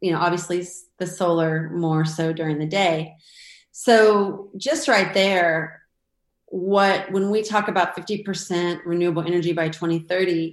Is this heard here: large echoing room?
no